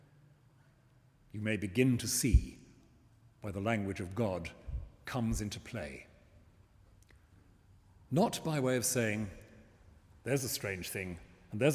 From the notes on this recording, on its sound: The talk was delivered this week in St Martin-in-the-Fields, in central London, as part of its autumn lecture series, “What am I living for?”, in partnership with the Church Times.